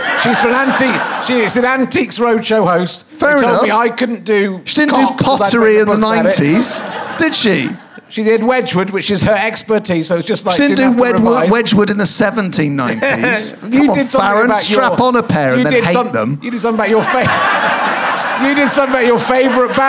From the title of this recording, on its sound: Leicester Square Theatre Podcast